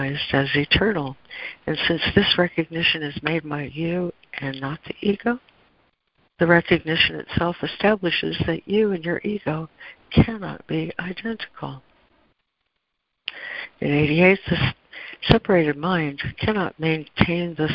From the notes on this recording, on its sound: ACIM Daily Conference Call